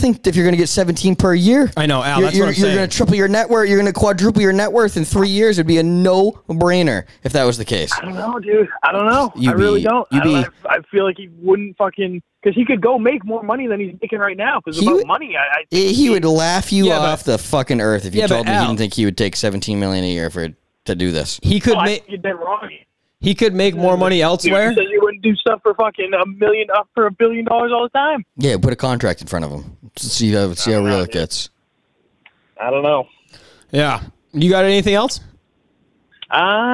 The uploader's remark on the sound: Phone Calls - 42:00 - 58:00